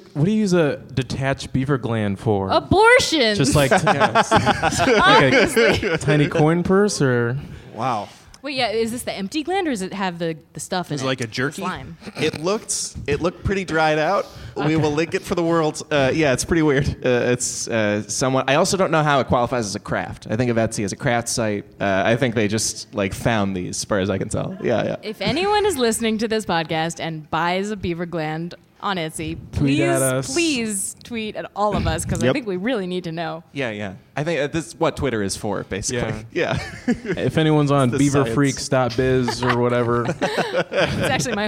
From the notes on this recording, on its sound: LIVE at UCB Sunset